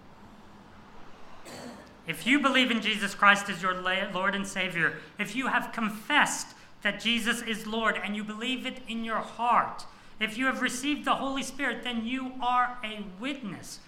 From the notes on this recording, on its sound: This sermon was preached on 4th February 2024 at all services of Helensburgh and Stanwell Park Anglican Church.